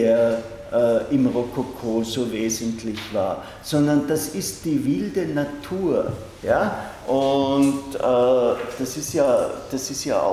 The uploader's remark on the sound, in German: Diese Vorlesung wurde von Studierenden aufgenommen